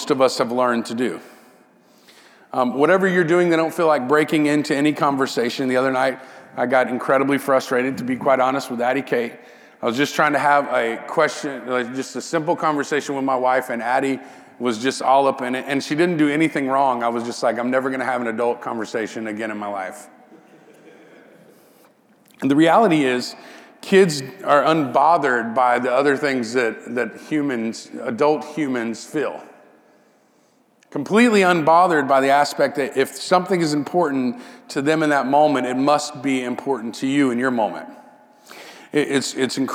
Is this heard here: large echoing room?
yes